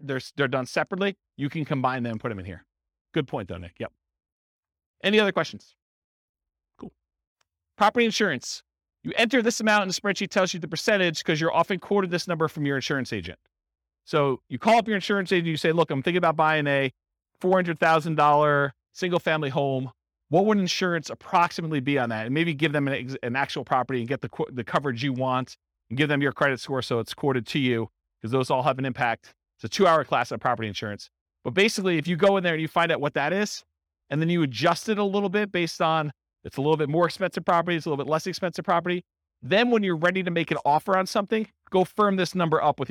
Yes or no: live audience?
yes